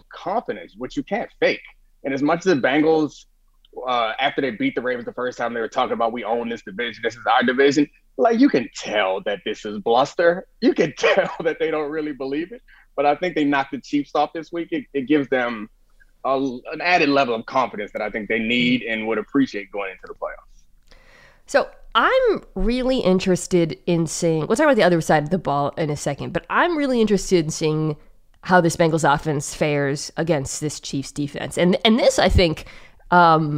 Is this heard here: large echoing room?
no